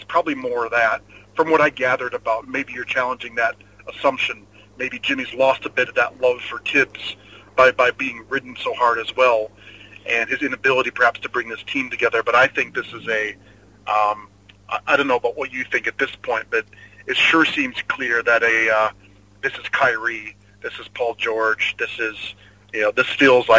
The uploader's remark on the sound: evening commute home through the streets of Sydney